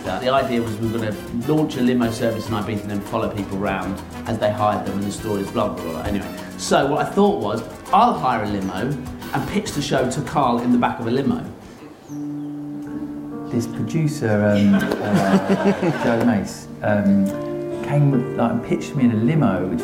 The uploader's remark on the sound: bonus episode from the Guardian Edinburgh International Television Festival